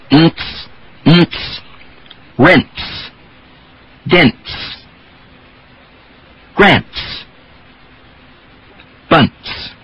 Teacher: when N is followed by TS, you add the affricate form to the N and get the sound ints